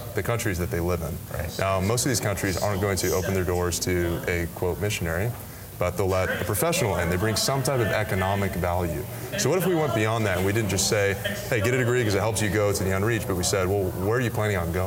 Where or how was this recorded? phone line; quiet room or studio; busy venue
busy venue